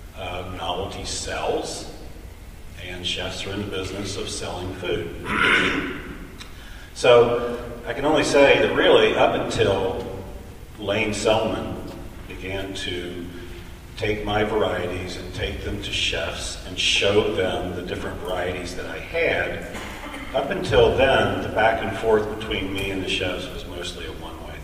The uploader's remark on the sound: On-site at Organic Seed Alliance’s 8th Organic Seed Growers Conference in Corvallis, Oregon, on February 5-6, 2016, for a special episode of The Farm Report.